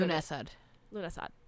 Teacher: the stress is on the first part